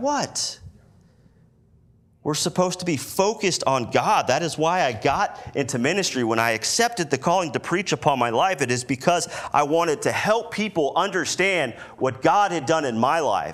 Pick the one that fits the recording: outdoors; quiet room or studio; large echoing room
large echoing room